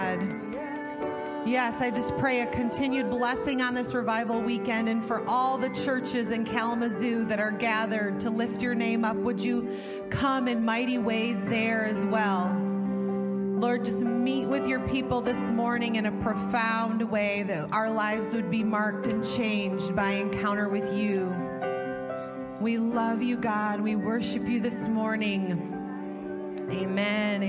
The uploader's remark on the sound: Sunday Morning Service - Audio